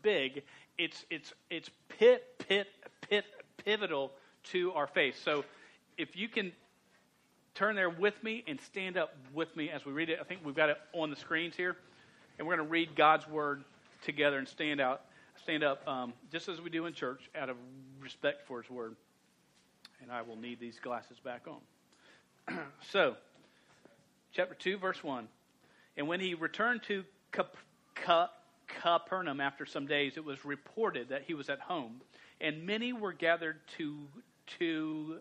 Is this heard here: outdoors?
no